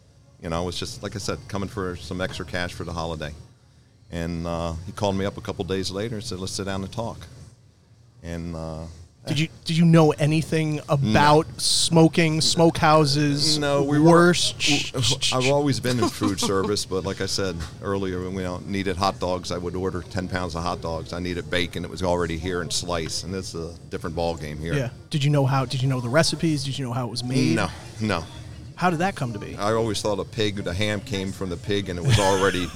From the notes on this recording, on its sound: On location at a Greek owned, German butcher! A must visit if you are in the Hudson Valley!